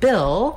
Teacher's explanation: we have the vowel ih, which is a lax high front vowel. Basically, that's the same vowel sound that's in did.